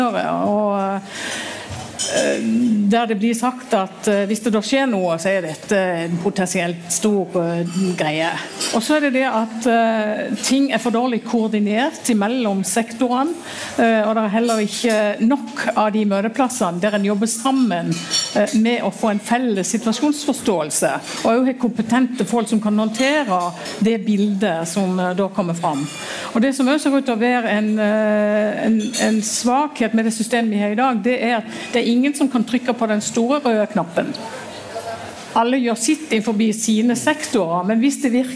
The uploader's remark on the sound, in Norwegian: Under Arendalsuka samlet Atea et panel